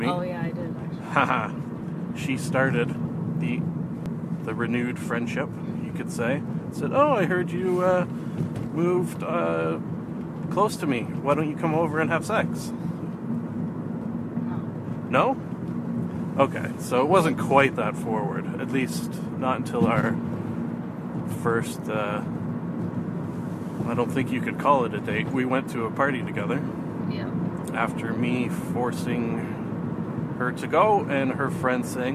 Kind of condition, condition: setting, inside a vehicle